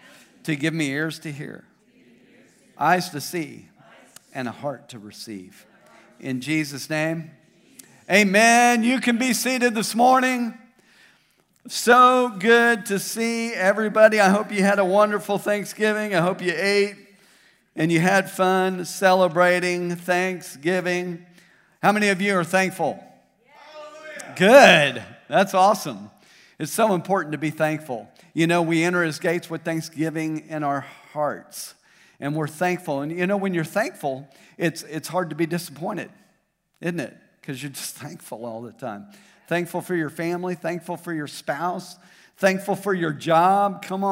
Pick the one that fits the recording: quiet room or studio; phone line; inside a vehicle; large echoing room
large echoing room